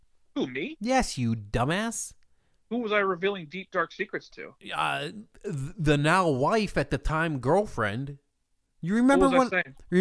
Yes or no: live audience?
no